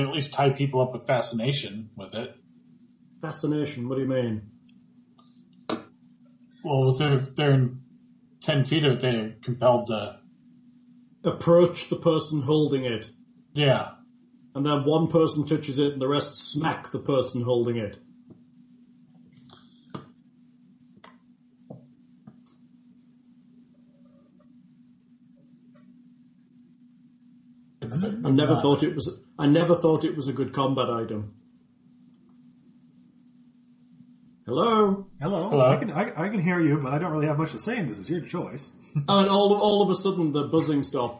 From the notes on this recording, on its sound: Apologies for any technical issues heard in this episode. We are having some problems with our local Comcast service being at capacity in the neighborhood.